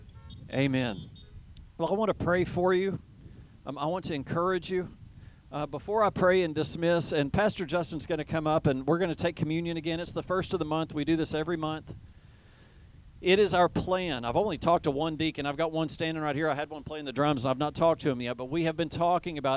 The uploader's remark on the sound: teaches outside at a Drive-In Service due to COVID-19